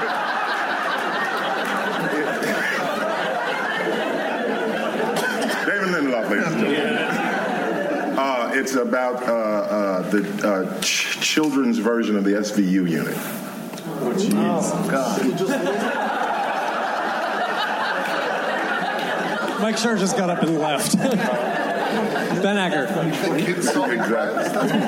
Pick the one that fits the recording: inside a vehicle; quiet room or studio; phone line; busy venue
busy venue